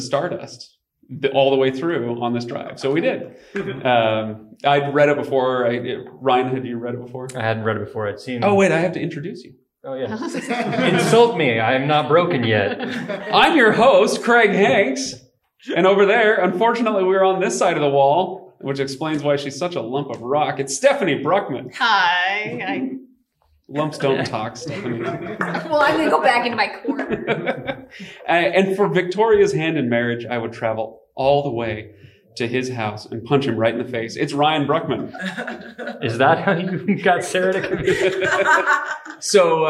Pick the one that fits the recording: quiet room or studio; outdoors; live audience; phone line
live audience